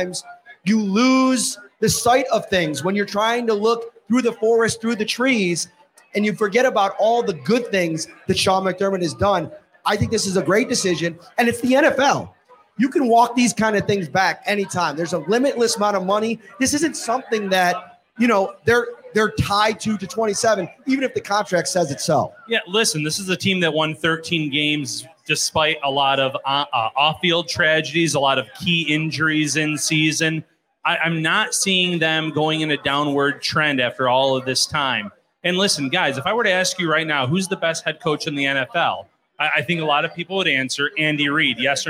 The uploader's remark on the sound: Live from Wingnutz